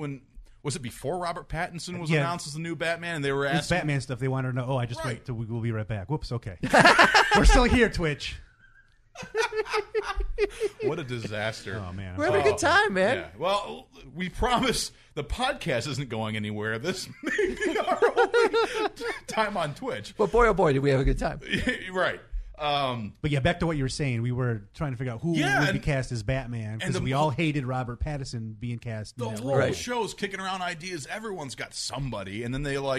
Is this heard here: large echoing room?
no